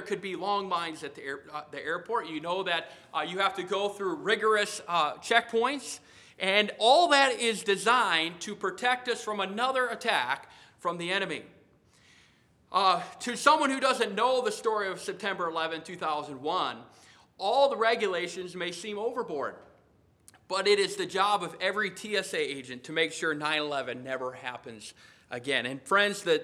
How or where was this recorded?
large echoing room